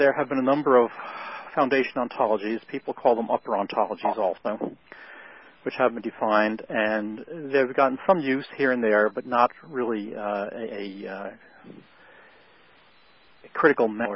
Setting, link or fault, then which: link, phone line